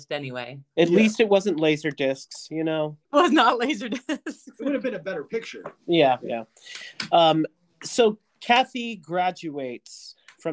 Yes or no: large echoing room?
no